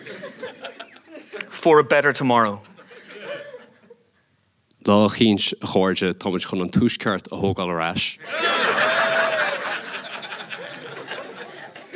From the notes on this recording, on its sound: Live From Dublin. This week's Empire Podcast is another live show. For the Virgin Media Dublin International Film 2020. In front of a packed crowd. Answer audience questions.